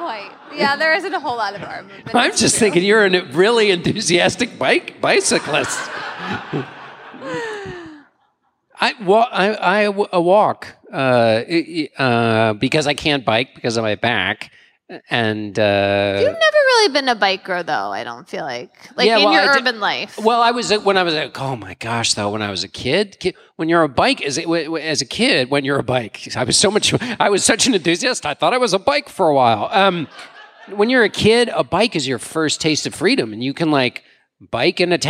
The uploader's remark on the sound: Live from Madison! Take the show on the road.